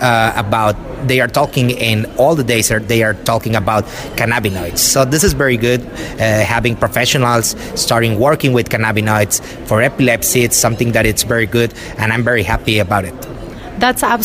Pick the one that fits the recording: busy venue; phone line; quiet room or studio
busy venue